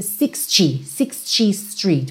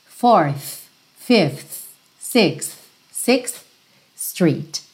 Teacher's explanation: esse TH dos números ordinais é um arzinho · Shown in: second take